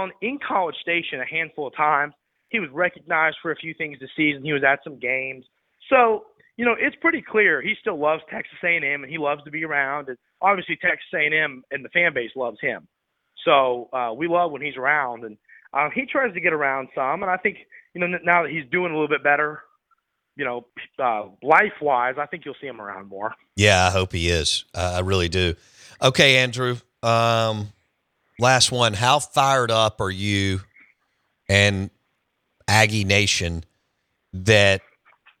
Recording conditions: phone line